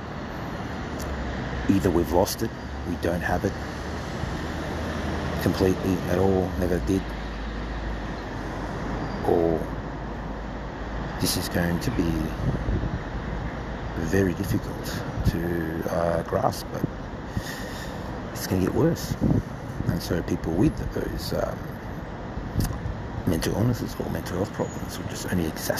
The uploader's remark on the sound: I will have a conversation with you on the phone while I am walking in the streets of Sydney, Australia.